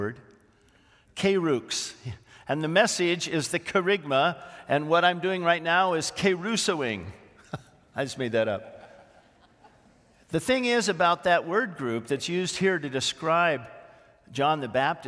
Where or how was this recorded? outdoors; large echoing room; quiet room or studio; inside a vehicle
large echoing room